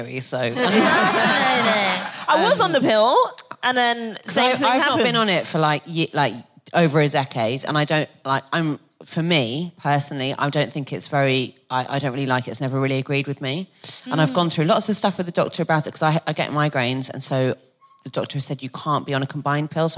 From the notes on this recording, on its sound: Recorded 26 June 2022 at 21Soho in London.